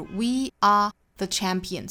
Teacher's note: 在中间停顿了一下没有连读上